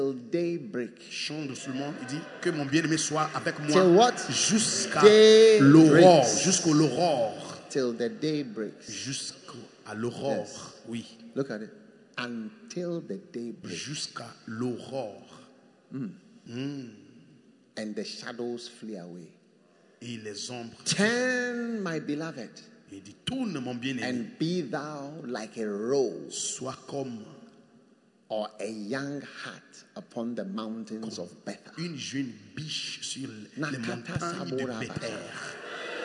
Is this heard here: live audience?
yes